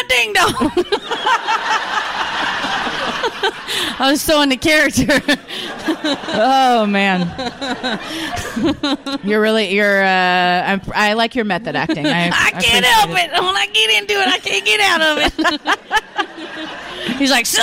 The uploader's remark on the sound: Live at Dallas Comedy House.